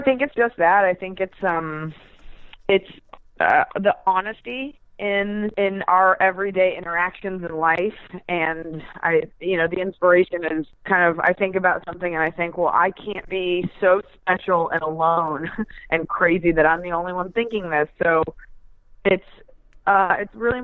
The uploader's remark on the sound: Entertainment.ie's new phone interview podcast.